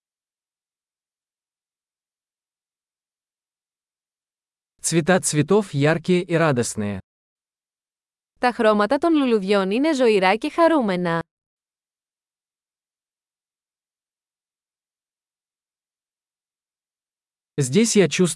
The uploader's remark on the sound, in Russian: Прогулка по лесу. Шум журчания ручья оказывает лечебное воздействие.